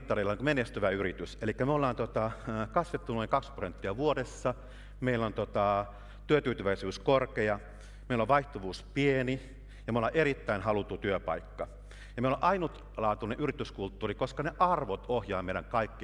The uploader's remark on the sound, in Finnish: lavalla Work goes happy Helsinki -tapahtumassa Helsingin Oopperatalolla 26.3.2019.